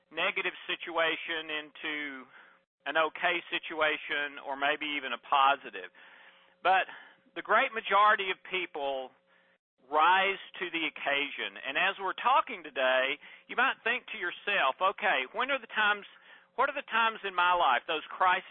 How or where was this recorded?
phone line